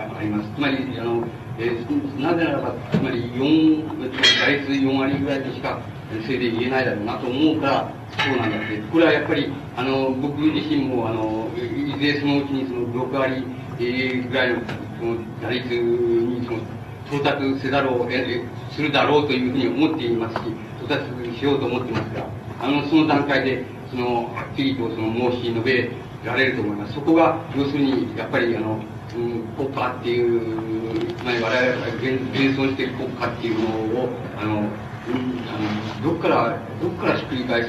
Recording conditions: background noise